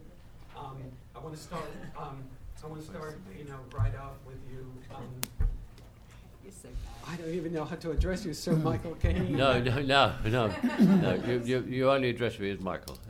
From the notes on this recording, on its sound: A special Los Angeles press conference.